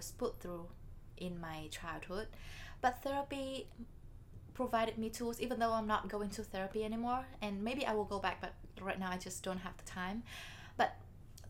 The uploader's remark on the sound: We apologize for the uneven volume, we haven’t really figured out this fancy micro yet